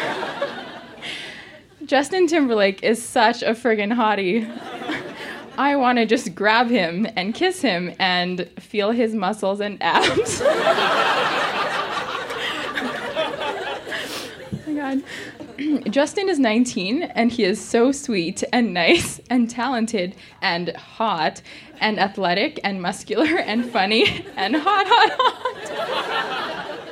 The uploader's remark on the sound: Recorded live in Calgary, AB.